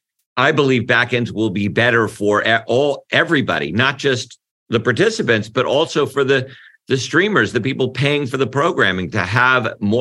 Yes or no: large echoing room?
no